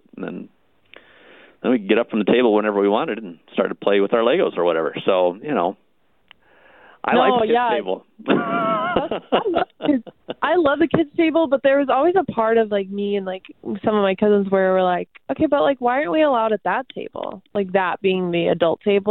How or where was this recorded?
phone line